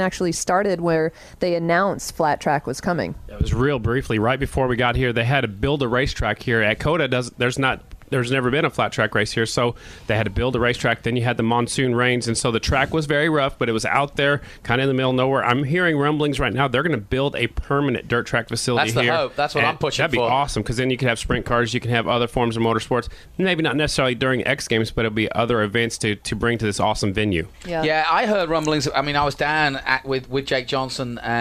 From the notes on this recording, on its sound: live from Circuit of The Americas